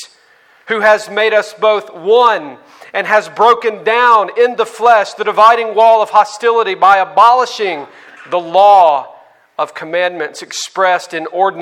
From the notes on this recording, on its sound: on May 15, 2019 at the Founders “The Gospel and Justice“ National conference in Louisville, Kentucky.